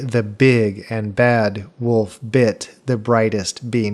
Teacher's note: big, bad, bit, bright, and bean all were the accented words in that sentence